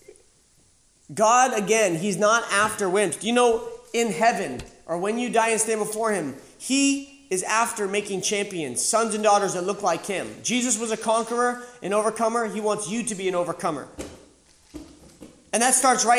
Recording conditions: live audience